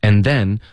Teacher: and 我们弱读成 n,然后这个 n 的音呢大家最好是咬舌尖 n,这个嗯是因为我咬舌尖，这样你接着发 then 就比较容易一点，就不可能会发错，发成 and then, and then,这样啊、and then,咬舌尖。And then,后面我们有一个 we are,我们就发 were, okay?